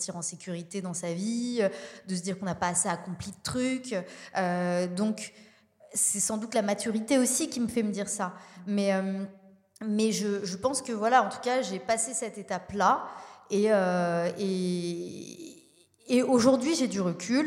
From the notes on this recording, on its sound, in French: Cette semaine nous sommes en LIVE à la Villa Yora. Enregistré en public pour la première fois.